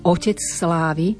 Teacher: spojíme, prelínajú sa nám dve sikavky